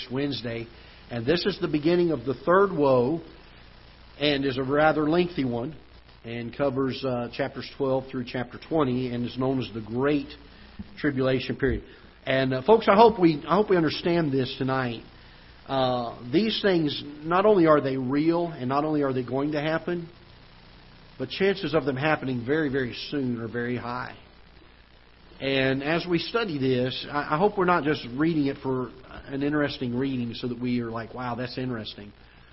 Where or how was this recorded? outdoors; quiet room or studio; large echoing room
large echoing room